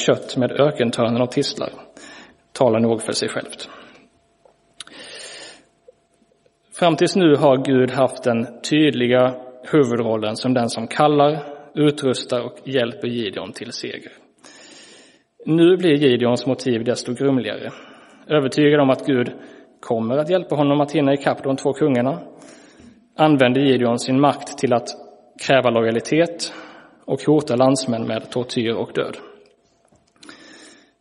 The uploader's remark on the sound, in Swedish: Inspelad i Roseniuskyrkan den 22 januari 2023.